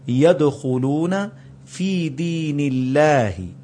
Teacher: اب نون کے نیچے زیر آئی تو اللہ کو پتلا کر کے پڑھا جائے گا